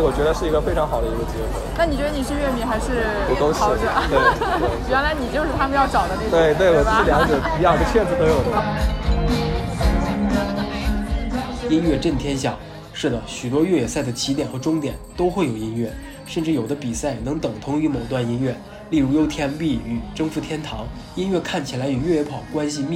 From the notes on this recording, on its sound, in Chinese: 在跑完崇礼168的30公里后，我又去了迷笛音乐季的现场。今年的崇礼168与迷笛音乐季合作。在30公里的赛道和终点，迷笛音乐节的现场，找到了跑友和乐迷。这次不再是一个人的讲述，我们进入现场，记录下所有能记录的东西。